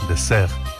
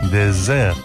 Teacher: La diferencia consiste en que désert, desierto, se pronuncia con una S sonora, como la que antiguamente tenía el castellano, pero ya no · Shown in: second take